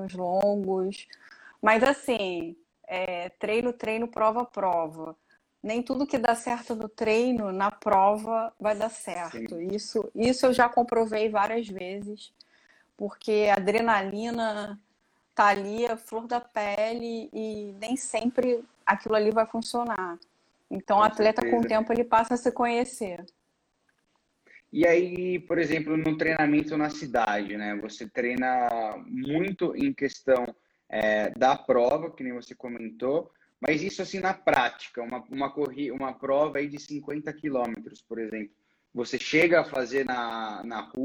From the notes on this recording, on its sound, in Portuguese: durante uma live, que rolou em nosso Instagram